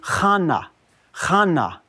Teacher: So it's very similar to Hannah, but we're just taking the H sound and giving it a guttural CH sound